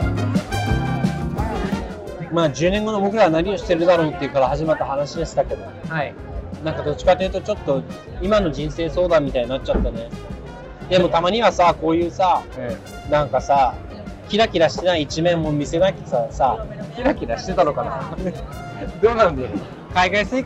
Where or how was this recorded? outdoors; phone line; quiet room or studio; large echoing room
outdoors